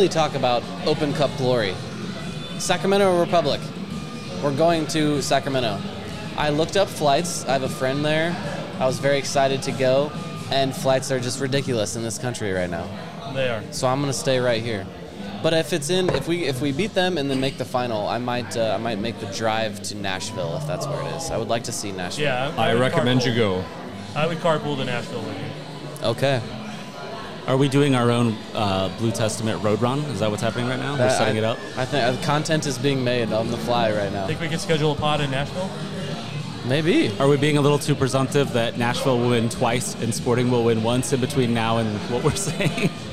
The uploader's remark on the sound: We recorded the show just after the final whistle on Saturday from our very first Watch Party at Strange Days Brewing